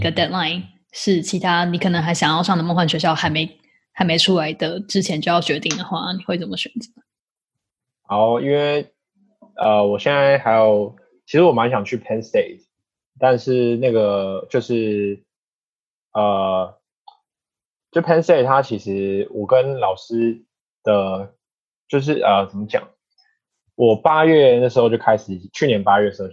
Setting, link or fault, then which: link, video call